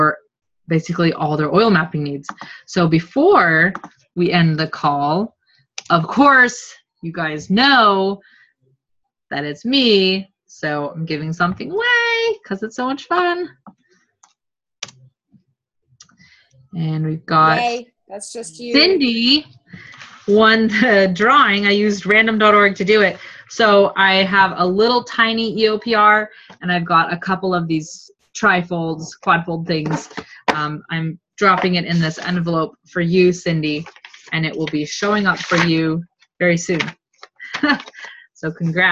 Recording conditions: video call